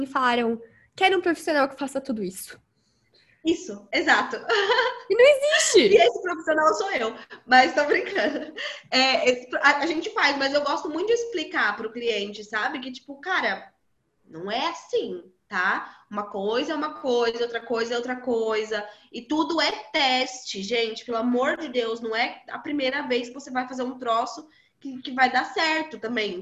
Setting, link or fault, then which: link, video call